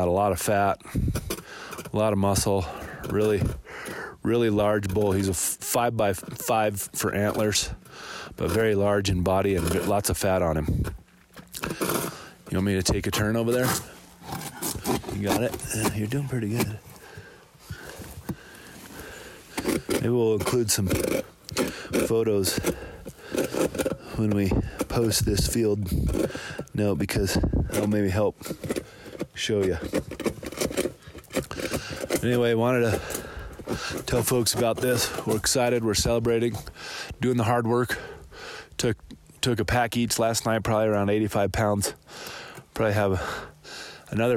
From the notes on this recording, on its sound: These episodes are recorded on the river, in the forest, on the mountain and everywhere in between!